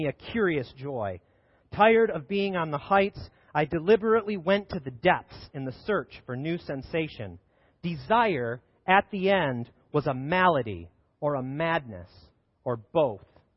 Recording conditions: large echoing room